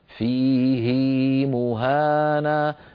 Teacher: فنشبع الكسرة حتى يتولد منها ياء لفظية